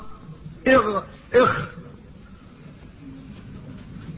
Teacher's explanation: وآخر الحلق عند أصل اللسان تخرج منه الغين والخاء